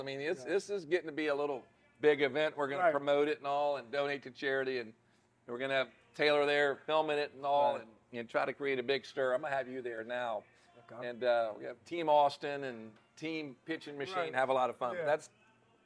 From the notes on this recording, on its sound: at Modesto Tacos Tequila & Whiskey in Baton Rouge for some great food